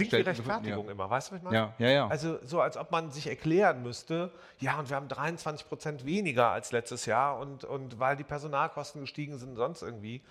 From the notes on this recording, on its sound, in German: Unser Podcast wurde diese Woche in einem etwas anderen Setting als üblich aufgenommen: nämlich live von der Bühne der MVDA Delegiertenkonferenz. Vor den rund 250 Delegierten.